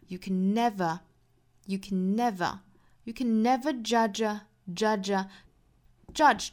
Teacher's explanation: judge a man's power by his appearance alone.那这句话非常简单了，我们放在一起来讲英音和美音的发音点。我们来看，首先前面两个词 you 和 can，我们说在句子里面，这两个呢也是属于虚词，相当于是这句话里面的功能词。功能词呢，我们是可以把它做弱读的，所以这两个词我们可以读得很干脆很快，读成 you can 把重点放到后面 never 的第一个音节上， you can never judge 这个单词它的两个辅音其实发音都是相同的，所以呢我们要注意一下，这个单词虽然拼写来说第一个字母是 J，后面的呢是 DGE 的字母组合，但是这两个辅音发音是一样的哈。那我们发成一个 z，这个 z 的发音其实很像我们汉语里面这个织毛衣的 z 这个音。